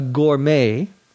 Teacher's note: A gourmet, G-O-U-R-M-E-T, it comes from the French, so the last T is not pronounced